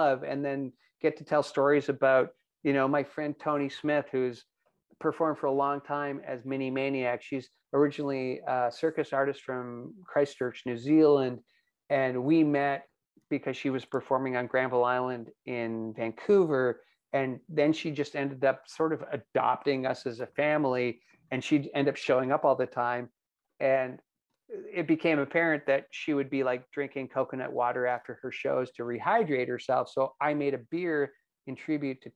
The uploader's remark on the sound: The Moisture Festival is joined over Zoom